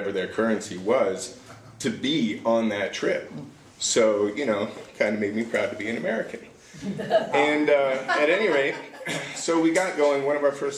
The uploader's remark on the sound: Live at Story Salon